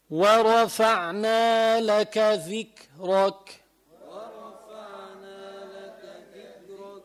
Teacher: وما حدا يمد رفعنا كثير، بس حركتين، هذا مد طبيعي بينقال له حركتين بس، مقدار كأنك أنت عم ترف تنشر الأصبع أو ترجع يعني بتطب أو تقبض، يعني هيك أو هيك.